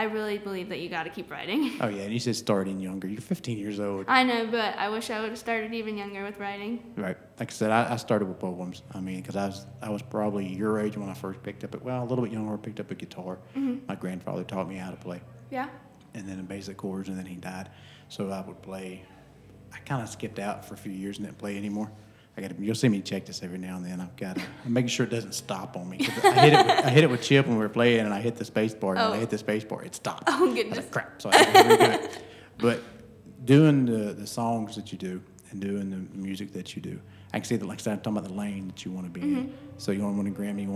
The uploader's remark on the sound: live from the Oakhouse in Canton Ga